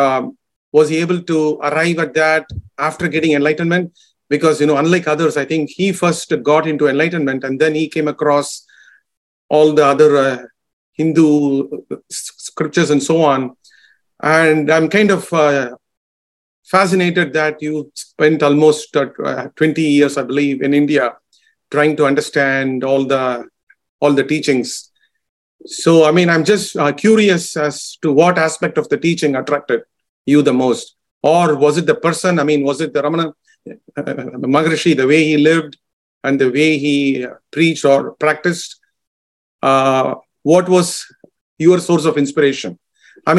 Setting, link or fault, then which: link, video call